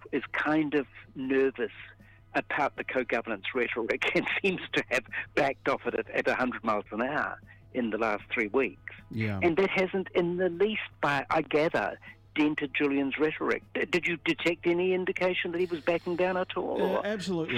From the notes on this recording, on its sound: phones